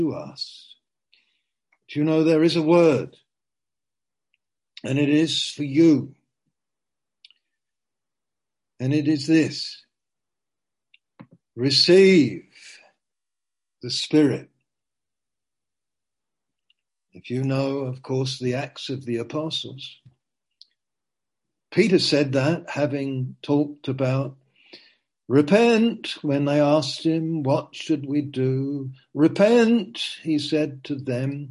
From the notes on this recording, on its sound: (Zoom) - Teign Valley Sessions - 19:00.